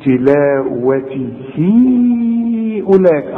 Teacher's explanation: علشان المد ده بعده همزة، وكل مد بعده همزة بالمد أربع حركات، وده اسمه مد المنفصل.